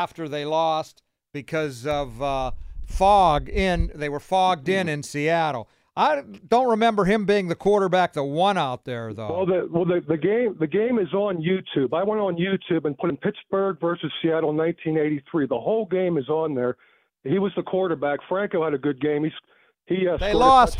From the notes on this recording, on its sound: We open the phone lines to listeners.